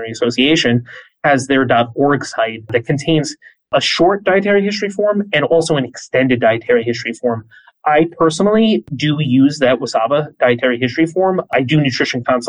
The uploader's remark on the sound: This is an audio version of a webinar